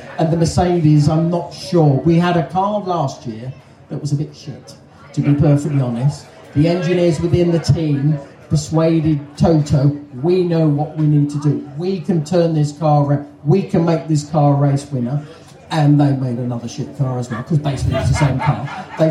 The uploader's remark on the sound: LIVE from Silverstone! Recorded Live at the Hamilton Fields Campsite at the British Grand Prix. This was a live recording in front of an audience.